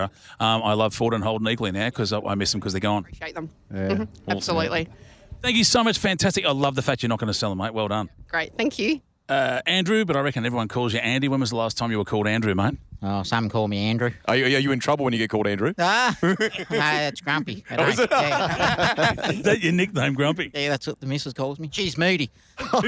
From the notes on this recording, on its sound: Live from Bendix Brakes.